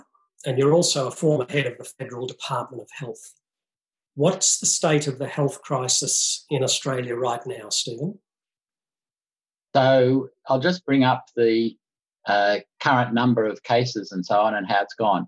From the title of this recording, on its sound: Webinar recording